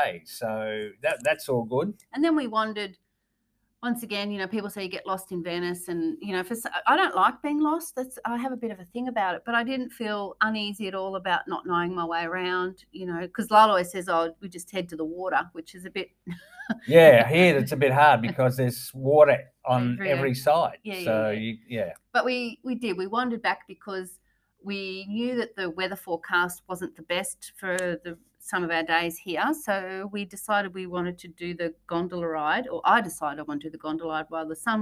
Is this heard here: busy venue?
no